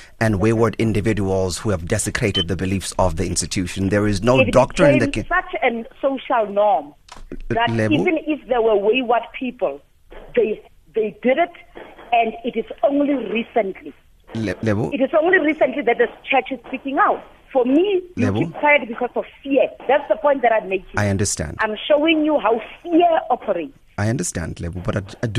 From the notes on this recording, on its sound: Guest on the phone.